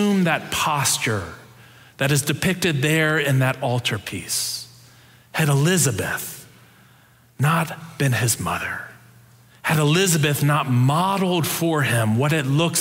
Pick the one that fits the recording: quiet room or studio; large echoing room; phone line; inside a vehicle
large echoing room